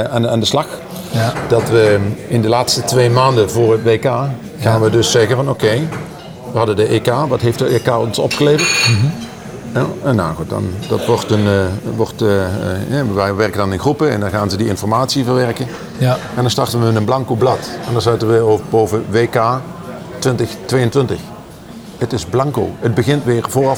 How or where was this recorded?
busy venue